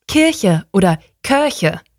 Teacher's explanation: ich sage ein kurzes, helles I, was teilweise schon fast in so einen Umlaut geht, weil im Norden machen wir ja lieber die äh, Umlaute damit rein.